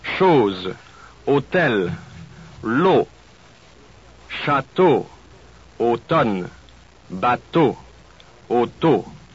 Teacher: Your lips and tongue do not move while you pronounce this vowel.